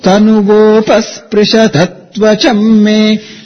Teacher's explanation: That word tanuvopa, it is the pa which is carrying the upward intonation. So it is not tanuvopa, it is tanuvopa sprisha tattva chamme.